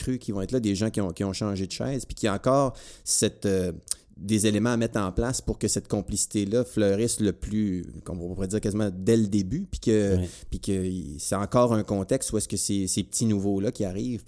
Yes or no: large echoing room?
no